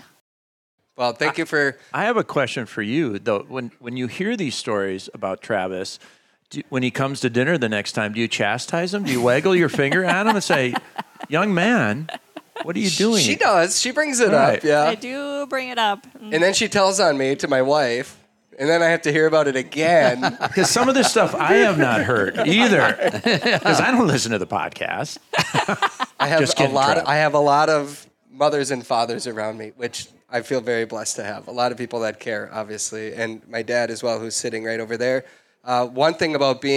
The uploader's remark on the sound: Live from Bear Cave Brewing in Hopkins, MN the entire Flush crew celebrates the start of a new hunting season answering questions from viewers and listeners, while sippin’ drinks with an audience of hunters.